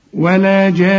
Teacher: النون إذا وقفنا حتى عليها لازم تغن ما دام عليها الشدة. وهنا مد اسمه مد لازم، مد وبعديه حرف مشدد، والحرف المشدد أصله حرفين، الحرف الأول منه ساكن والحرف الثاني متحرك. · Term: غنة